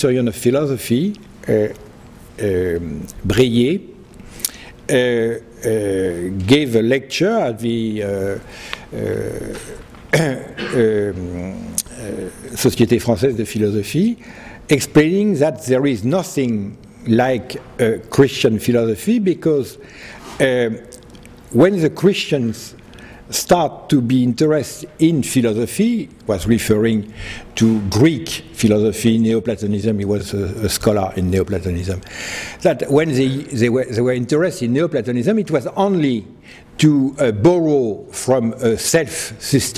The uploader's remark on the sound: He delivered this lecture on November 10, 2010 at the University of Chicago's Swift Hall.